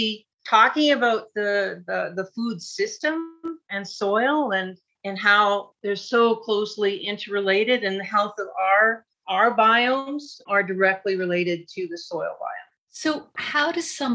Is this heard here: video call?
yes